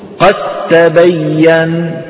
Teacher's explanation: أدغمنا الدال في التاء فصار النطق بتاء مشددة · Term: إدغام كامل